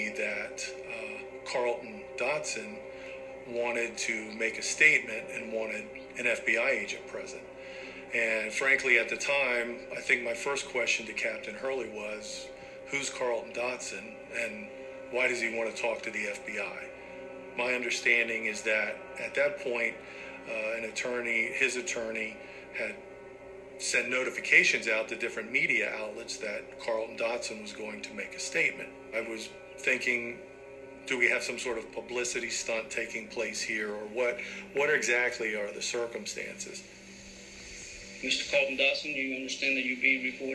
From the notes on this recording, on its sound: I apologize for the additional background noises. (All clips are from the documentary).